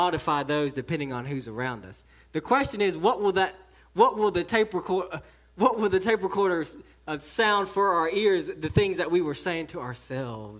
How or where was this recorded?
large echoing room